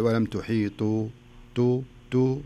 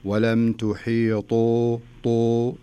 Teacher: إذا امتلأ الفم بالحرف معناها أن المخرج في وضعه السليم، فلا بد أنك تبيني، لأن الدال والتاء من حروف الاستفال، لكن الطاء من حروف الاستعلاء، وخاصة أنه مضموم، يعني لو أنه ساكن أو مكسور تقل مرتبة، لكنه مضموم يعني أعلى مراتب الاستعلاء · Shown in: second take